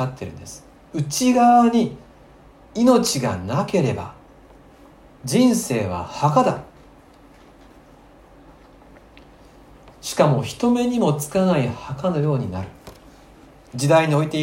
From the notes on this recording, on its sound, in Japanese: 吉備教会礼拝メッセージ録音